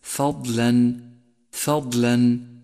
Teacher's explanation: فالفاء مرققة والضاد مفخمة مطبقة